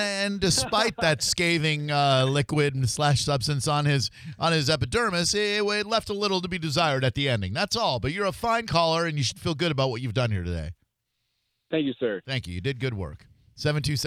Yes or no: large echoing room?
no